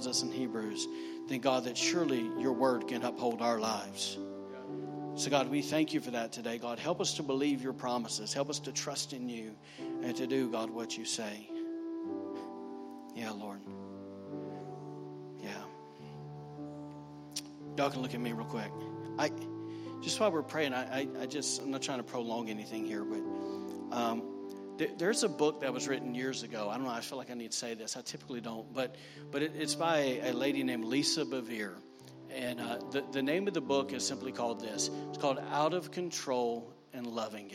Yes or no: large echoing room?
yes